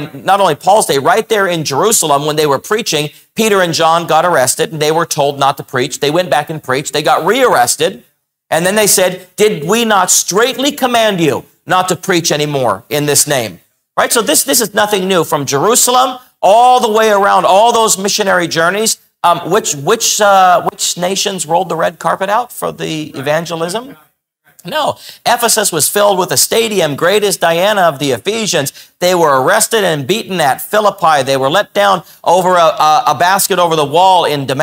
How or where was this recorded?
large echoing room